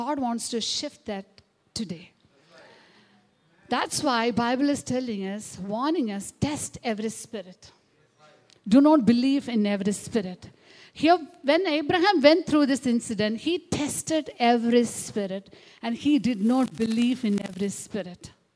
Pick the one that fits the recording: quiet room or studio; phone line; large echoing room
large echoing room